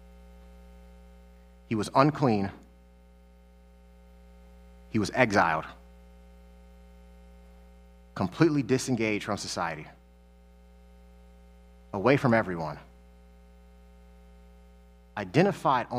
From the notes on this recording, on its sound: Sermons that he preached at New Life Church in Lakewood, Ohio.